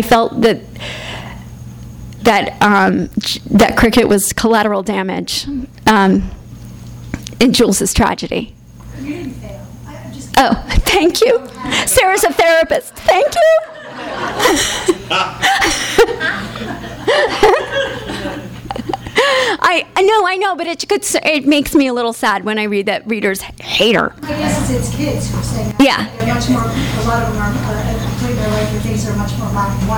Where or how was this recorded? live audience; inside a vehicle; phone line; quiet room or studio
live audience